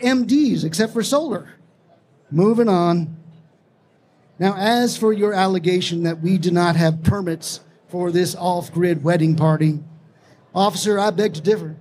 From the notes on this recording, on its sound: Let's Get Married at RE+ in Vegas (Live from Las Vegas). You’ll hear a live storytelling about two solar pros who decide to get married at a solar conference in Las Vegas.